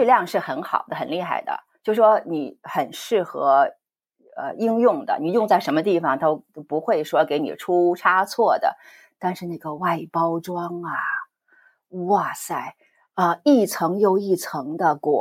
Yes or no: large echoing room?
no